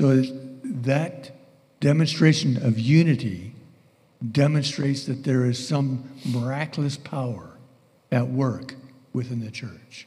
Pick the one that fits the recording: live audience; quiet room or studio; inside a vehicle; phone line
live audience